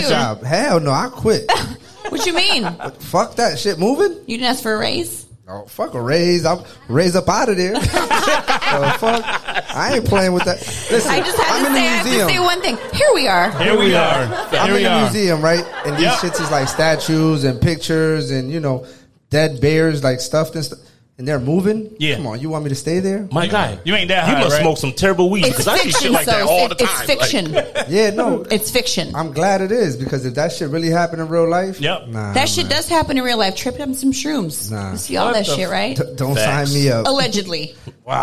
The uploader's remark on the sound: We recorded our podcast with a live audience at Central Square in Waterbury CT. The crowd was amazing and even joined in on some of the action (apologies in advance for some of the audio when the crowd was speaking).